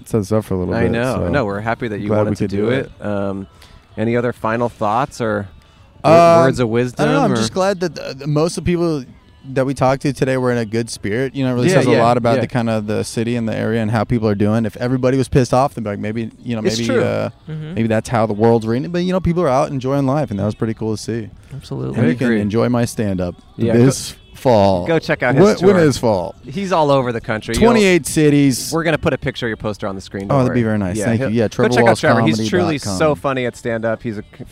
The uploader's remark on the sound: On The Venice Beach Boardwalk